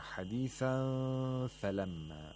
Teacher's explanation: So you have to approximate the place of articulation of فاء and at the same time make a nasal sound for two vowel counts · Term: إخفاء